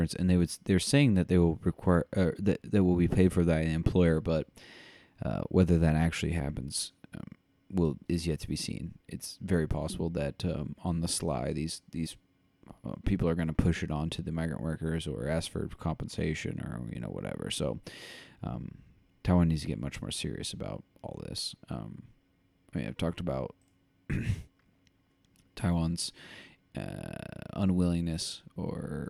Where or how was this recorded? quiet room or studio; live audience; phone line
quiet room or studio